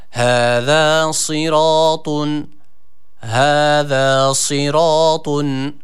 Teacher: sat harfi kalın bir harftir. Esre harekesi aldığı için de ı-ı arası bir sesle.